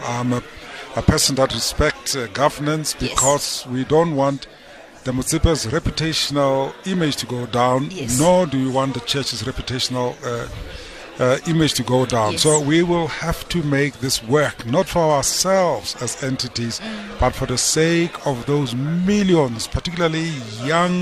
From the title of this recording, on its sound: OB: Sandton Conversation Center for the Launch of Motsepe Foundation